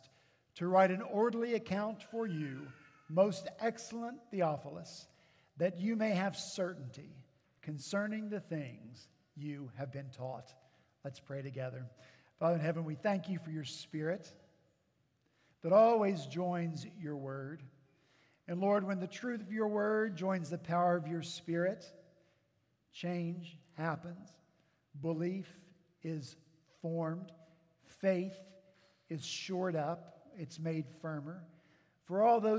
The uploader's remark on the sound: At Redeemer Presbyterian Church in Charleston, SC